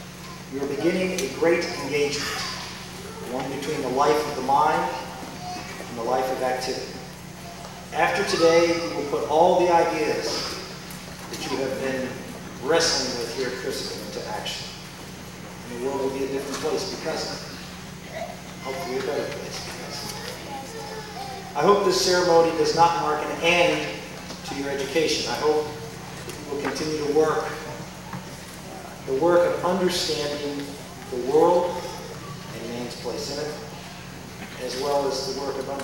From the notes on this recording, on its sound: delivered the commencement address to the 2003 graduates of Christendom College